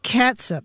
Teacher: That vowel is a schwa sound, right? Not a long ooh sound.